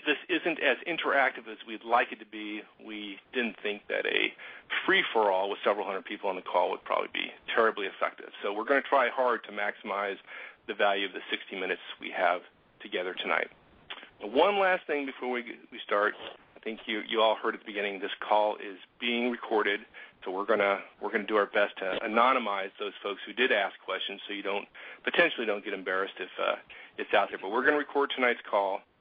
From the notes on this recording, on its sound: November 2010 Conference Call.